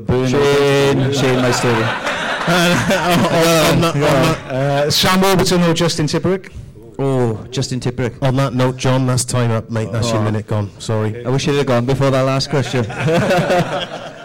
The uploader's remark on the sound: a live audience